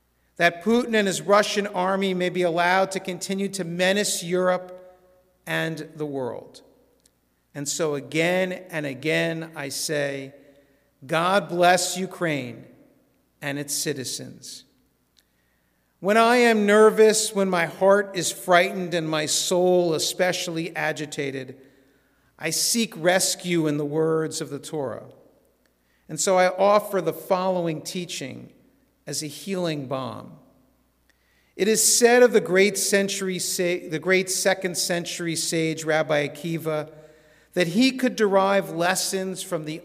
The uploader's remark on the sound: This sermon was recorded in our synagogue's sanctuary at Shabbat evening services.